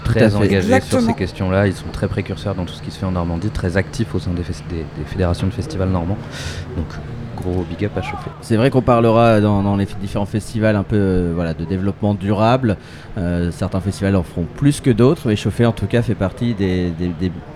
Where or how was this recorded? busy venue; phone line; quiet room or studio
busy venue